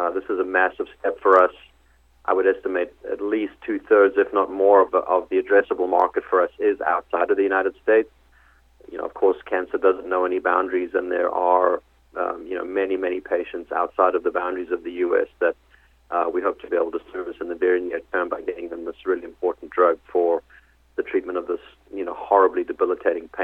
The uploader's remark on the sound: called in to SmallCapVoice